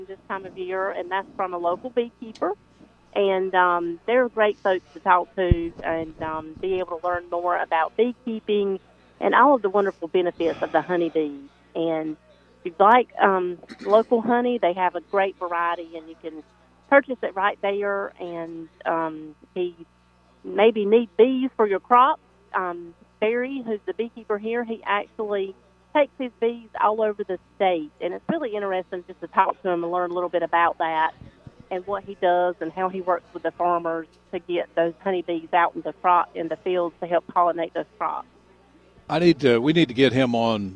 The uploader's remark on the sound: Broadcasting live from The Aluminum Company of North Carolina.